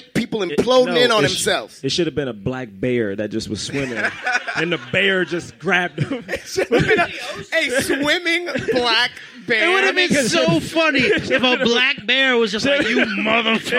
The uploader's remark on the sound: Live at The Hollywood Improv